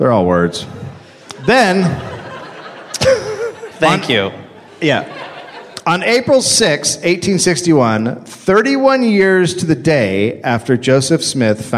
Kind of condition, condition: setting, live audience